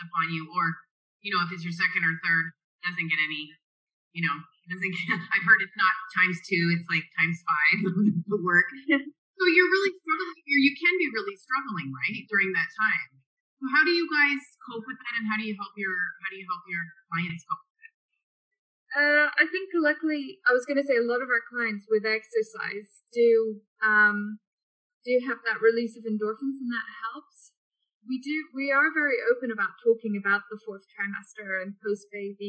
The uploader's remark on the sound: a Zoom chat